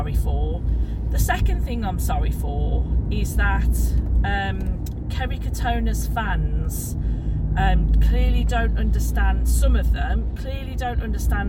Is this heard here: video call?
no